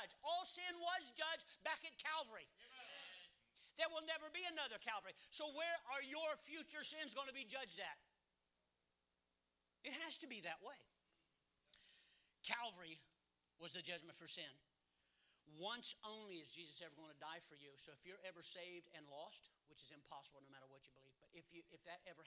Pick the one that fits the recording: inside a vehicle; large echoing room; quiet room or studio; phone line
large echoing room